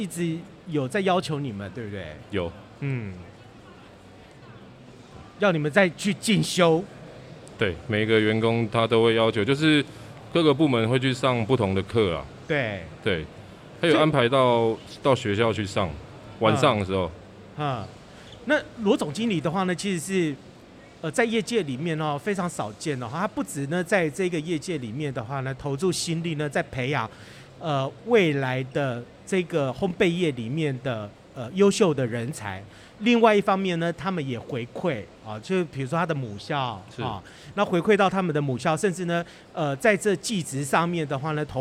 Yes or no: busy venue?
yes